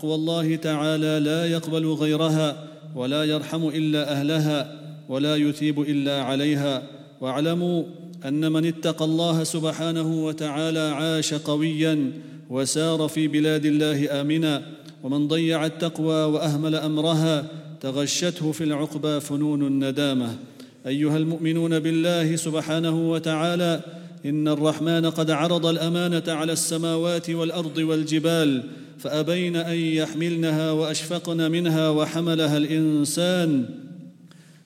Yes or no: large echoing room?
yes